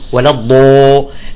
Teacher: ولا الضالين، بعضهم يقول ولا الضو، شو هذا الحرف؟ هذا واو، يعني ضاد مشوبة بالواو